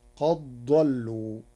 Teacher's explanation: قرأ ورش قد ضلوا بإدغام الدال في الضاد، فتصير قد ضلوا لقربهما مخرجا.